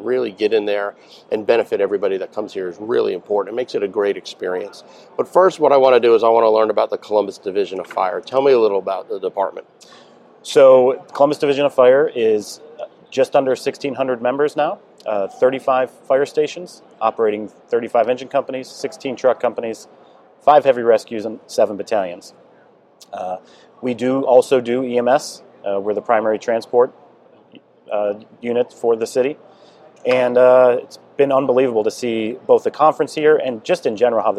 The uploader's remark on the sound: NEP "On Location". Here, we hit the road and have conversations. On location at Firehouse Expo in Columbus, Ohio.